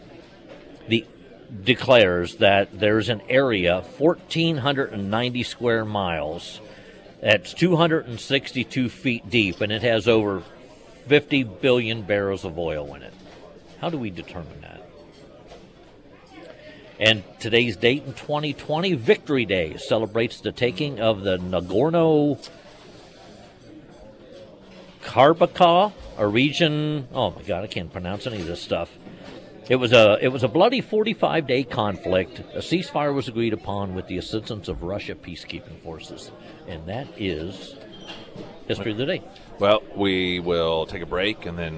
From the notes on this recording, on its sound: live at Scramblers Diner.